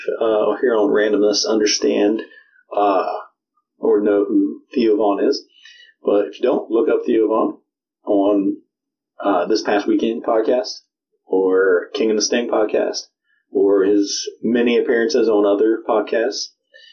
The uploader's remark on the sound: FYI - The audio in this episode sucks. Tried something and it did not work.